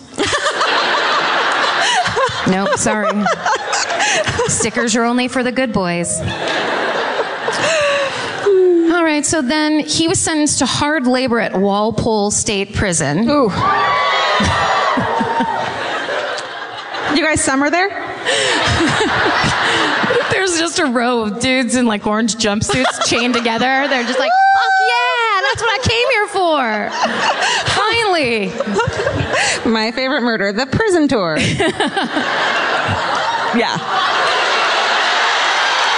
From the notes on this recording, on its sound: Live At The Wilbur. We're in the combat zone for a live episode of My Favorite Murder in Boston!